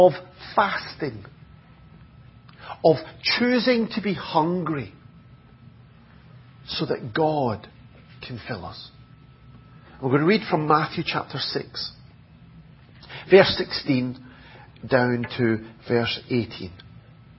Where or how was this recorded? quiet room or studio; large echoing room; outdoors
large echoing room